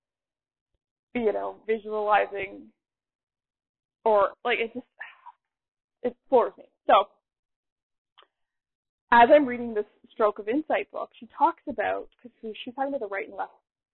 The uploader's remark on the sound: I am sorry in advance about the sound quality.